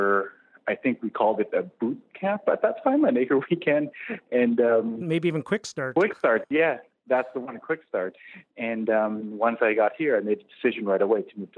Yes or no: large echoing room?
no